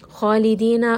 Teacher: kha is also a permanently heavy letter